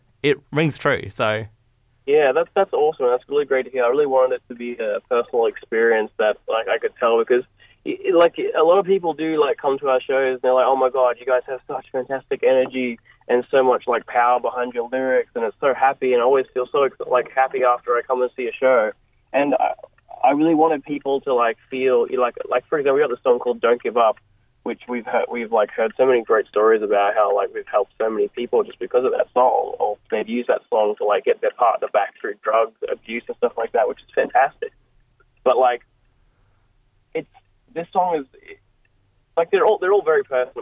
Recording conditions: phone line